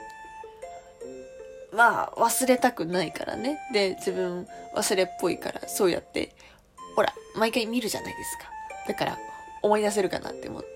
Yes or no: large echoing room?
no